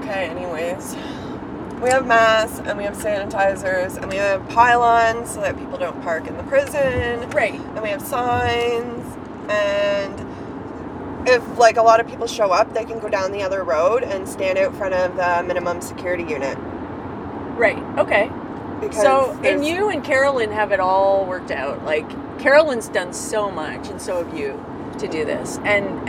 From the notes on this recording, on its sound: In the car on the way to the protest at Grand Valley Institution (GVI) in Kitchener, Ontario.